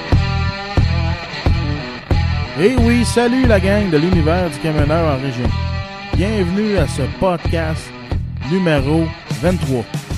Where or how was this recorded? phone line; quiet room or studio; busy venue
phone line